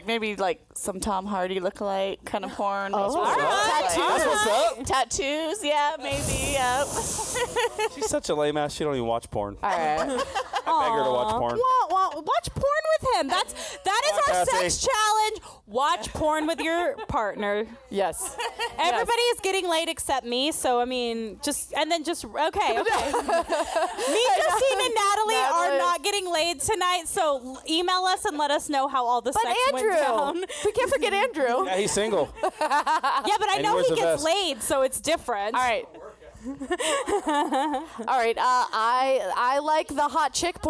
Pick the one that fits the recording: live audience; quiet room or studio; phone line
live audience